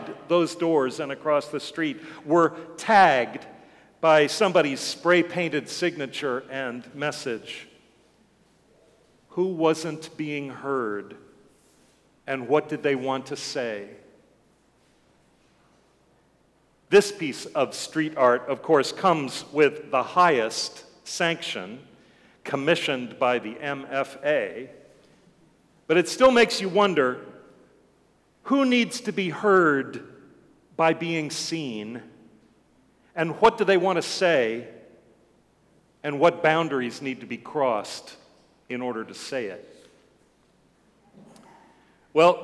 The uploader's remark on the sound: Sermons from Old South Church in Boston.